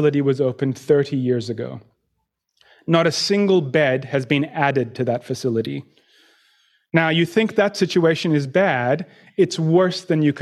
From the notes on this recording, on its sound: In this live forum presentation